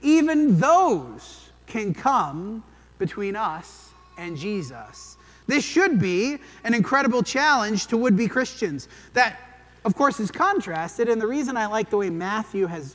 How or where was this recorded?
large echoing room